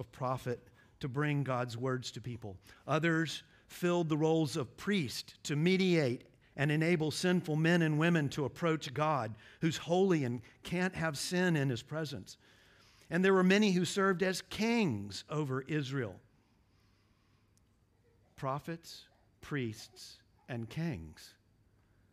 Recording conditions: large echoing room